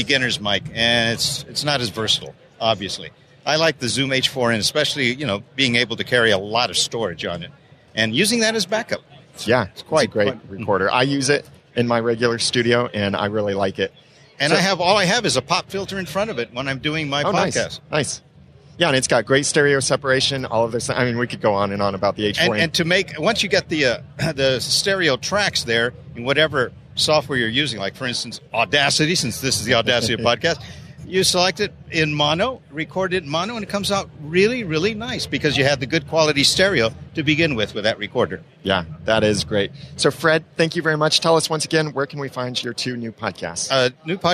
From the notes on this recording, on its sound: Recorded from New Media Expo 2015